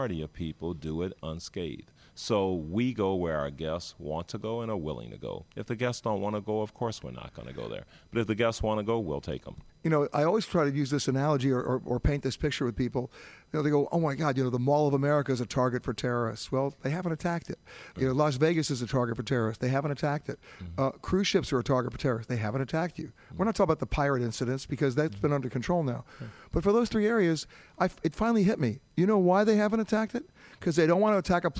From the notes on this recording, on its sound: Comes from Fort Lauderdale and the site of the huge Seatrade Cruise Global Conference, the annual gathering of the cruise line industry.